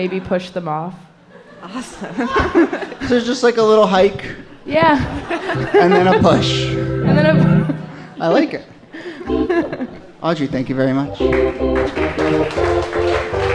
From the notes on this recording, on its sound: Ask Roulette is a conversation series in which strangers ask each other questions on stage. This excerpt is from our October regular show at Housing Works Bookstore.